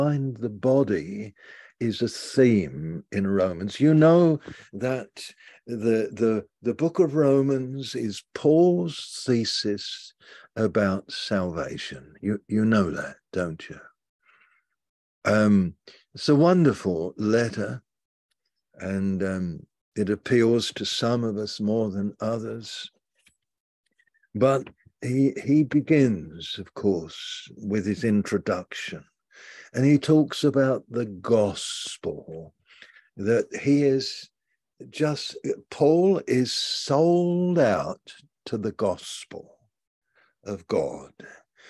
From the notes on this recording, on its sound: Malaysia Meets (Zoom).